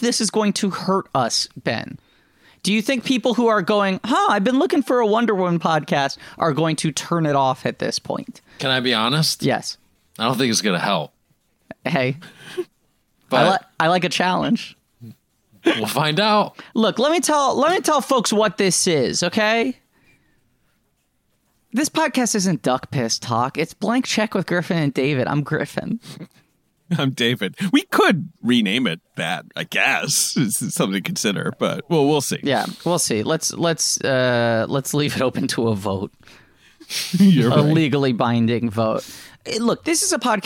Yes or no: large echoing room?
no